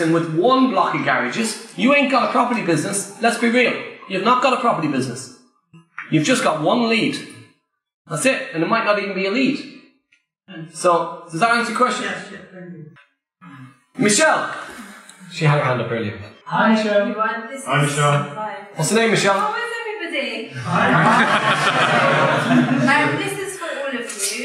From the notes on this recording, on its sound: Live at PPN Blackfriars